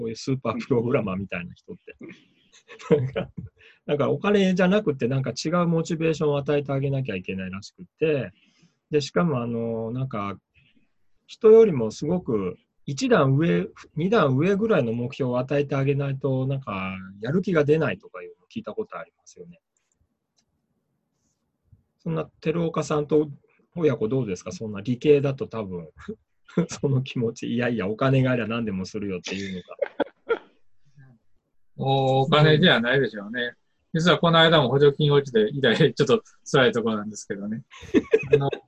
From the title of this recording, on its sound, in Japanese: ミーティングZOOM会議